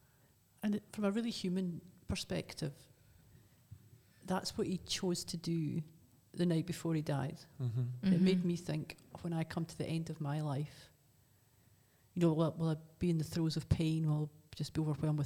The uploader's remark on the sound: This episode was recorded in Aberfeldy Church of Scotland